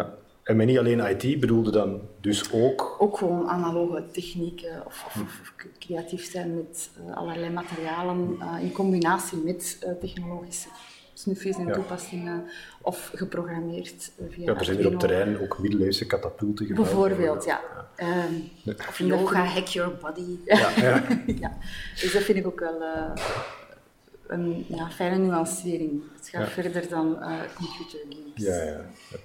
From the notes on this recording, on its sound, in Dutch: Werd opgenomen op Fri3d Camp 2016. Dat is een rasecht hackercamp, maar dan wel gezinsvriendelijk. Op de laatste dag van Fri3d Camp haalde ik twee newbies voor de microfoon.